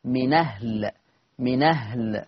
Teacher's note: كلمة من أهل، طبعا فيها النقل فتقرأ بنون مفتوحة